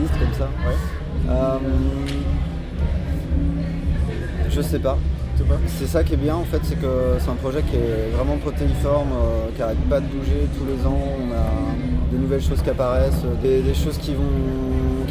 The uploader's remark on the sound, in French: Entretien enregistré en décembre 2015 lors des rencontres TransMusicales de Rennes.